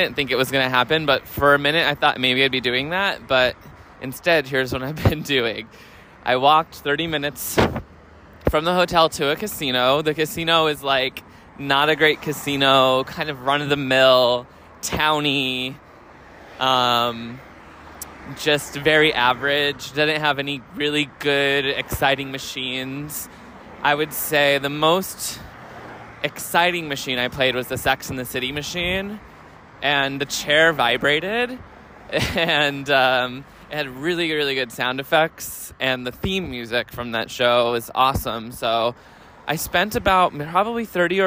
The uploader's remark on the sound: Chicago. We take a walk from the casino to the movie theater.